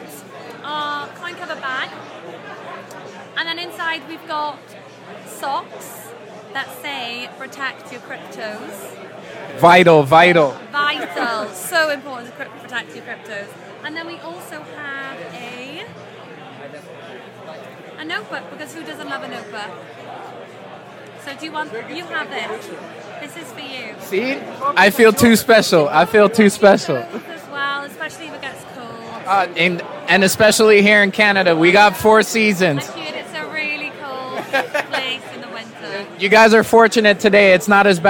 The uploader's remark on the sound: This episode is an interview captured from The Blockchain Futurist 2022 Conference in Toronto.